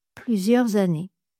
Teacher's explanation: On fait la liaison avec le Z.